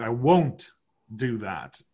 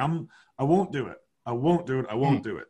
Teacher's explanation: some people might have a hard T at the end, and then some people might have a weak T at the end.